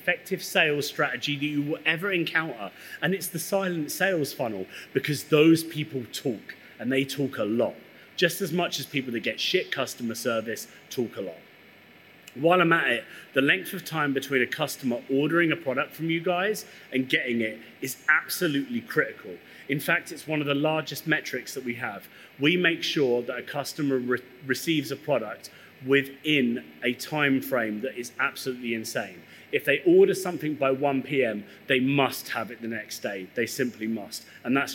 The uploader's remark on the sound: speak at our Brewers Lectures event hosted at Azvex Brewing Company in Liverpool